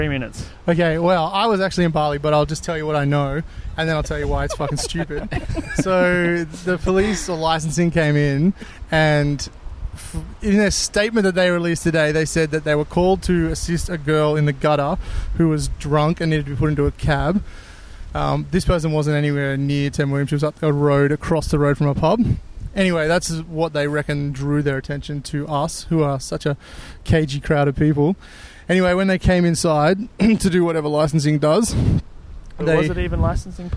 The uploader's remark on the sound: we recorded it in the sunny Harmony Park in Surry Hills